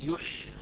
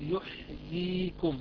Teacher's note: نبين الحاء نعطي حقها من الهمس، ثم نوضح بعدها الياءين